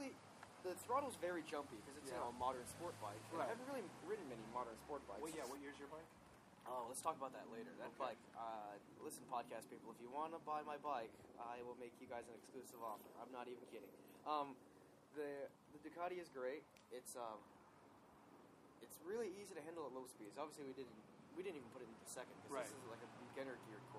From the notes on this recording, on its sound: Since we're recording from my back yard, you can hear the delightful ocean breeze, random kids shouting in the background